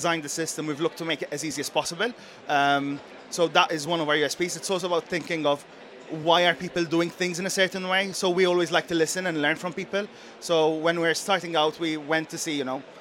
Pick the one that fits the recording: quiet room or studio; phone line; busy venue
busy venue